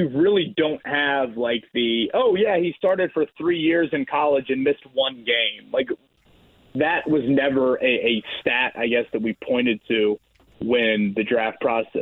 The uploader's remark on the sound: Quick phone call from a Colts fan. Takes a call from a listener.